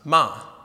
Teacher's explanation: the fourth tone is a falling tone, a sharp falling tone